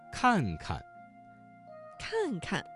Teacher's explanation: 这个词当中第二个看字读成了轻声